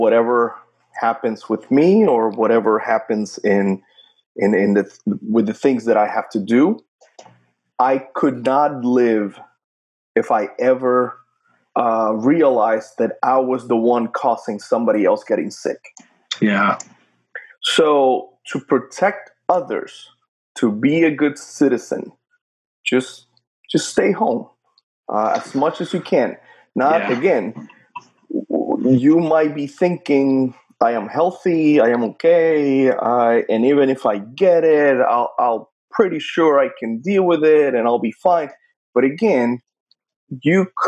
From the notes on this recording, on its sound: March 2020 and everyone is somewhat locked down and trying to make the best of things in dire circumstances. We decided to try our hand at remote podcasting through Zoom.